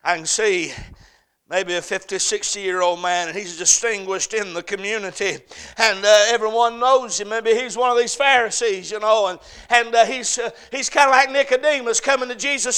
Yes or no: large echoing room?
yes